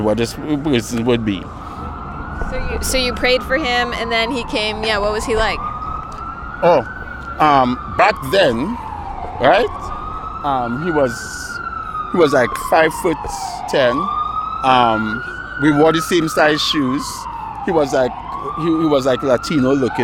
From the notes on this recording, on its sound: goes nightwalking in New York City and talks to strangers